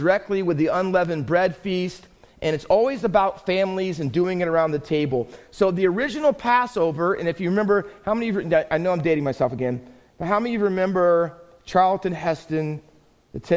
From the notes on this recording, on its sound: Faith Baptist Church in Hamilton, NJ.